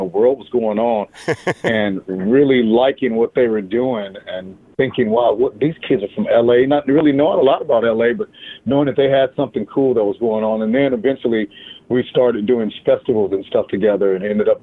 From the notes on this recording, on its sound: called